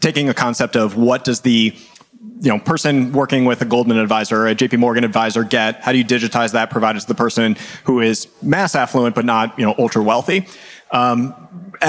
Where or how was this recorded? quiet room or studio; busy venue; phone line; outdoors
busy venue